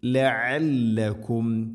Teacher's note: ഐന് തൊണ്ടയുടെ മധ്യഭാഗമാണ് മഖ്റജ്